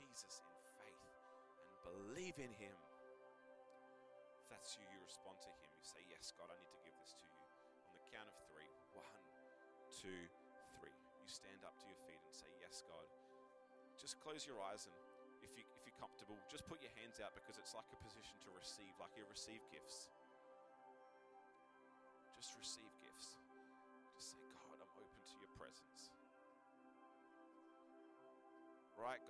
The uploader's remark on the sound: Recorded live at One Youth (One Heart Church, Port Lincoln) on the 2nd of July, 2023.